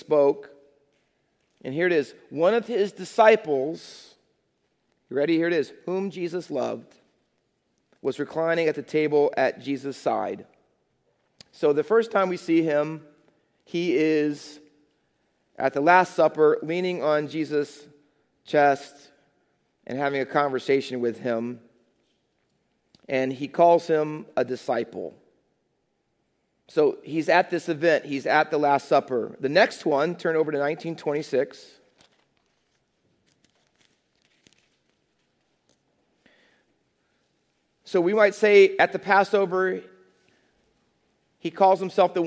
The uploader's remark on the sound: Faith Baptist Church in Hamilton, NJ.